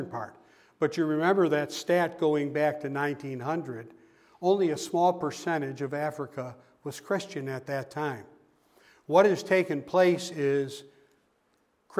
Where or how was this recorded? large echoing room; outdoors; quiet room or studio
large echoing room